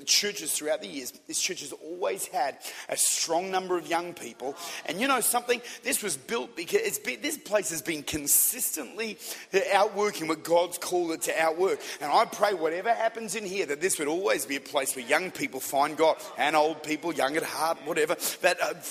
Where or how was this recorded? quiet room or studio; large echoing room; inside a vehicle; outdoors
large echoing room